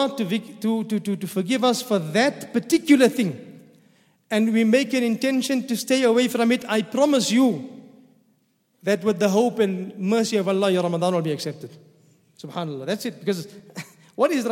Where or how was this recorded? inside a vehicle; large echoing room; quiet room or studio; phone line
large echoing room